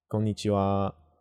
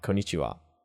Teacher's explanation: It's just slowly going up in intonation. · Shown in: first take